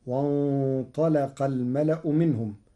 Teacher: قرأ ورش كلمة وانطلق بتغليظ اللام لمجاورتها للطاء المفخمة المستعلية